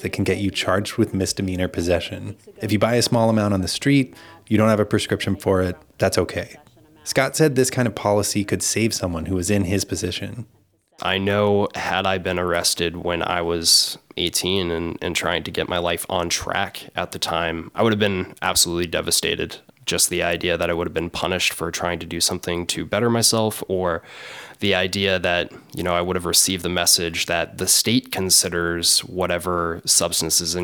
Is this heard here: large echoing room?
no